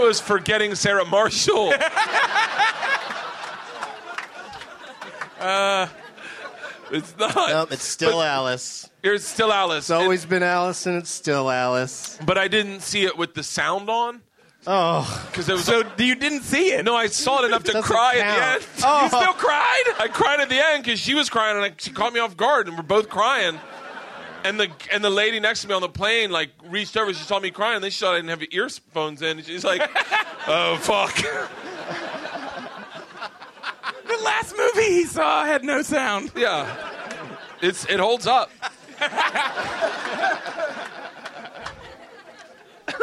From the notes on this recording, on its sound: Live from the Improv in Washington, DC